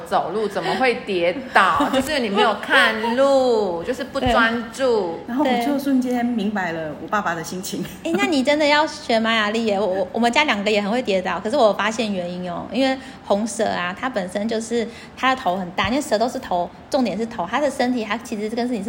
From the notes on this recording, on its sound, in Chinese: 對著3C錄音講話還真不容易啊